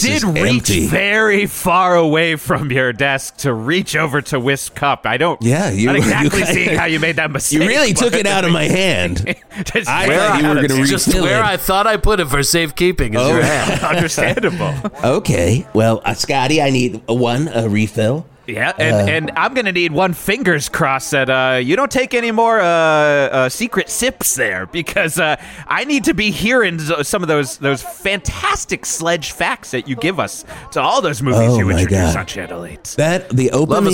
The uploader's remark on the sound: It’s the CHANNEL 8 NEW YEAR’S EVE CELEBRATION PARTY! Live from the Channel 8 Stage in Verde Square!